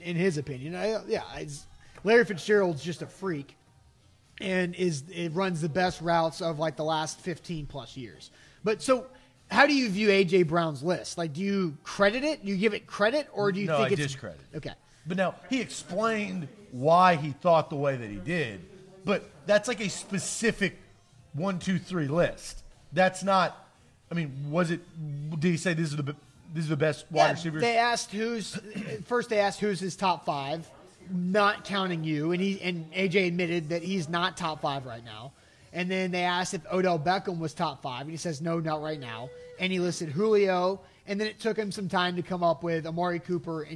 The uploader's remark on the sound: LIVE from Manduu Nashville in Brentwood!